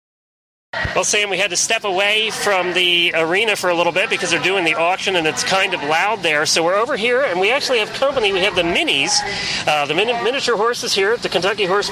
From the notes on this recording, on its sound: On Location at John Henry Memorial Adoption Fair. Stable Scoop was on location at the John Henry Memorial Adoption Fair at the Kentucky Horse Park over the weekend and what a fun event it was. Enjoy the flavor of the Kentucky Horse Park on a hot summer night.